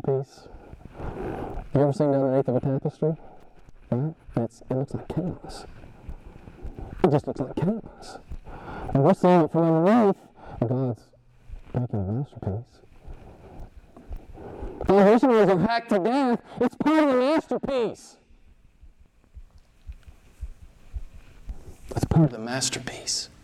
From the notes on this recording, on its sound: (suboptimal audio)